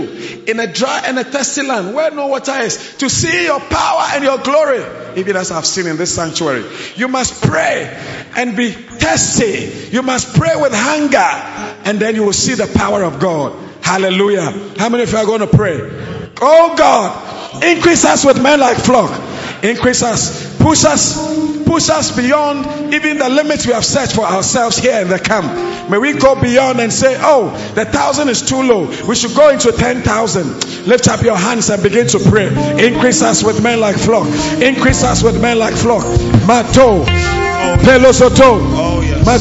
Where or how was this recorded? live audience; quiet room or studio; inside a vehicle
live audience